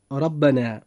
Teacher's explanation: إذا كانت الراء مفتوحة فيجب أن يفخم هذا الحرف وهو حرف الراء، وذلك مثل كلمة ربنا، فنجد في كلمة ربنا أن الراء مفتوحة فيجب أن تفخم عند النطق. · Term: التفخيم في حرف الراء